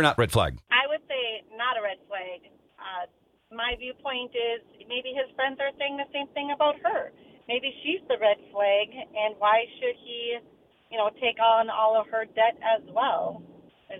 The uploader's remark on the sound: Lets Take Some Calls.